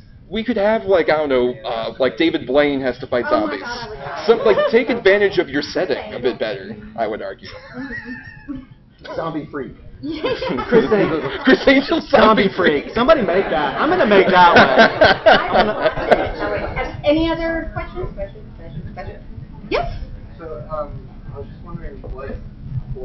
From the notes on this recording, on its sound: A bonus episode recorded this past Labor Day weekend at DragonCon. Participated in a panel about the horror films of 2023 so far.